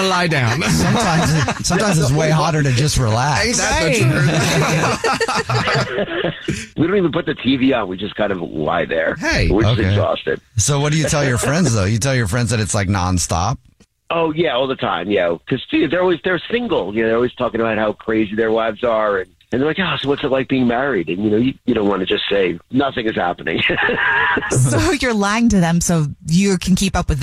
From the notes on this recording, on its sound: Calls a listeners wife for todays Phone Prank. There is a listener on the phone.